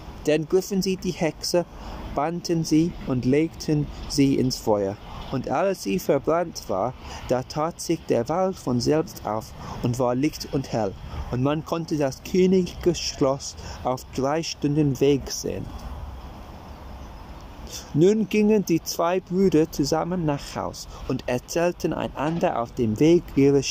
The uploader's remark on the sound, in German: Entschuldigung für die nervigen Hintergrundgeräusche; die heutige Folge wurde draußen aufgenommen.